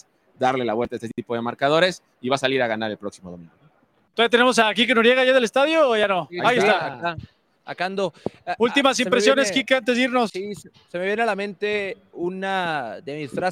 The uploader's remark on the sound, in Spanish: En vivo, desde el Estadio Jalisco.